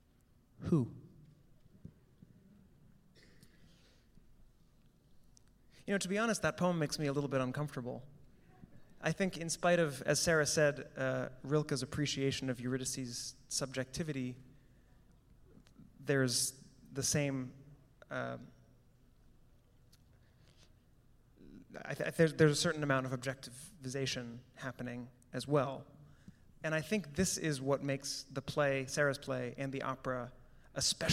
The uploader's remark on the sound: A Pre-Performance Talk. Recorded live on Saturday, February 8, 2020.